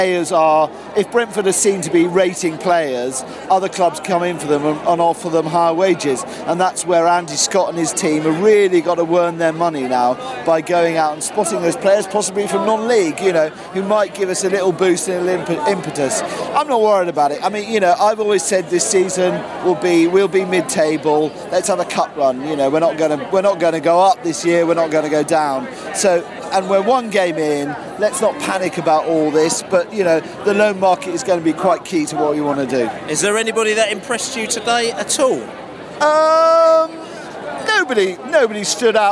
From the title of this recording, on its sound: Post-match podcast from the pub (in the street)